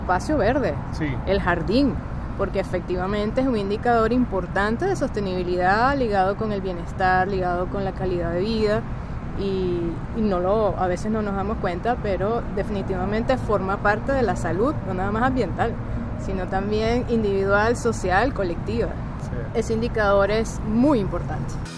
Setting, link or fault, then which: setting, outdoors